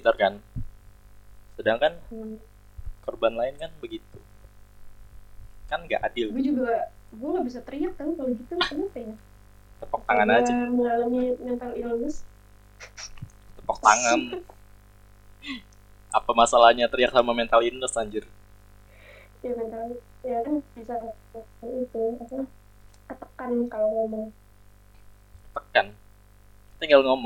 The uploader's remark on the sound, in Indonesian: Audio yang jelek membuat kita semakin yakin dalam bergibah ria.